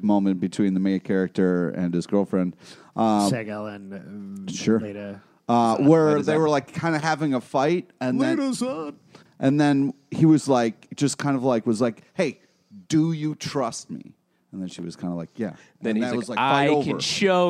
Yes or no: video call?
no